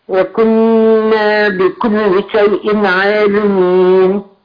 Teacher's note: النون برضو مشددة تاخد غنة حركتين